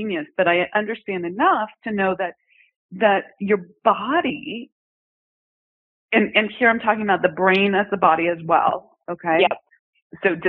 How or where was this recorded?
phone line